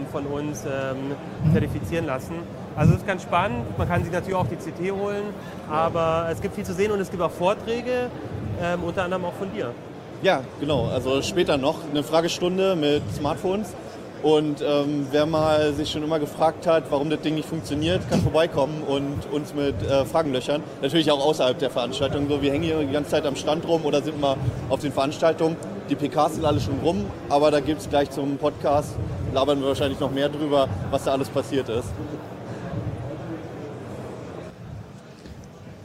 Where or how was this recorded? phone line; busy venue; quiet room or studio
busy venue